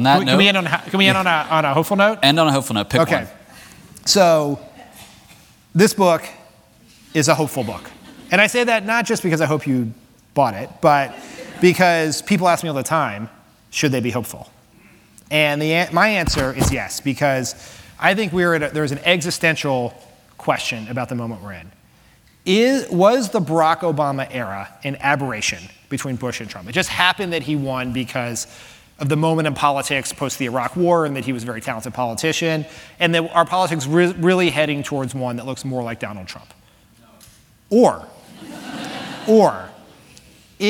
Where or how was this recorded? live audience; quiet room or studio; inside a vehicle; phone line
live audience